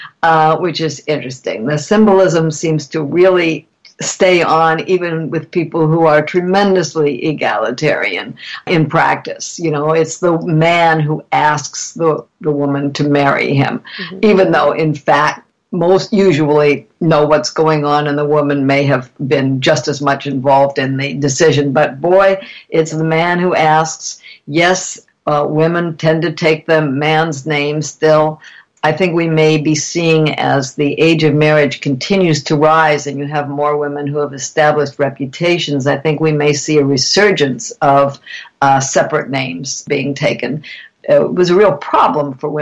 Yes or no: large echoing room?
no